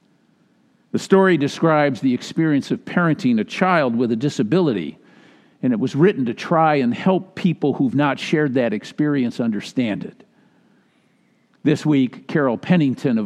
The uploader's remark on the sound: Message delivered during the Traditional Worship Live Stream. Message delivered during the Traditional Worship Live Stream.